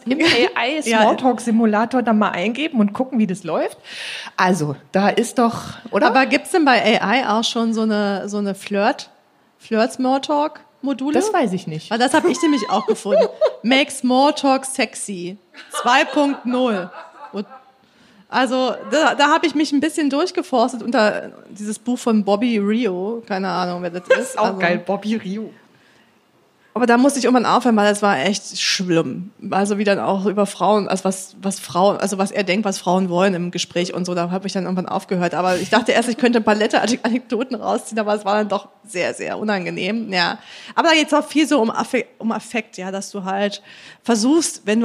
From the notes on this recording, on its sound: All das tun wir live vor Publikum, denn diese Folge haben wir zusammen mit dem podfestBerlin im Selina Hotel in Berlin Mitte aufgenommen.